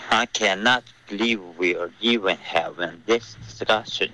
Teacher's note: believe we're 这个 we 要连发，现在有一点 we 的这个感觉，连发 we。啊，Lily，北京。